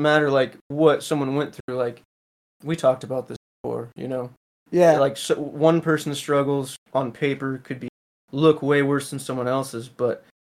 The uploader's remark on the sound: The audio is a bit choppy this episode due to some unfortunate mic malfunctions, so we do apologize